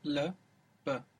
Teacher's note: You have to put your lips together for the b. So this is a big change in the mouth.